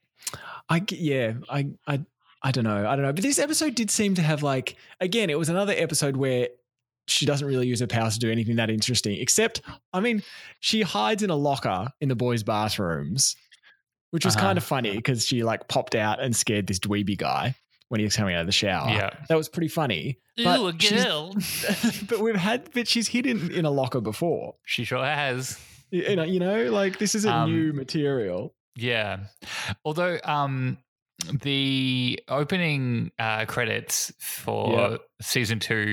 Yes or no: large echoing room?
no